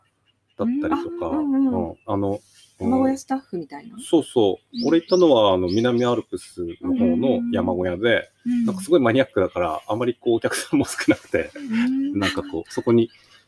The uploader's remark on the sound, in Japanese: 今回は田沢湖刺巻ののどかな里山風景を眺めながら、贅沢な収録を行いました。